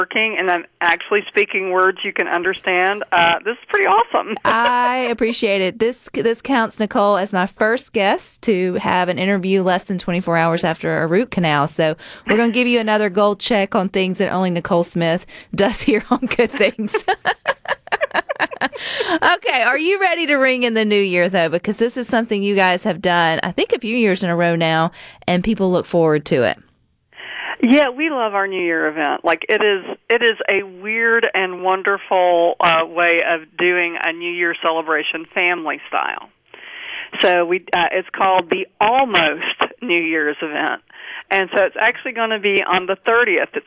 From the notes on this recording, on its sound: joins the conversation by phone